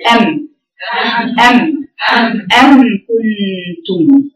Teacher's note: يبقى عندك حرف الميم وحرف الباء ما بين الشفتين بانطباقهما